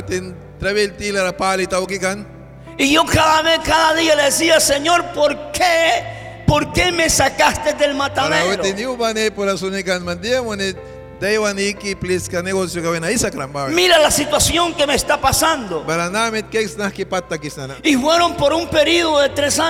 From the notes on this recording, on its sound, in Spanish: mensaje en vivo desde la iglesia Torre Fuerte en Bilwi, Puerto Cabezas